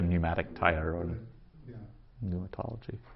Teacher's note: what we've done is we completely dropped off the P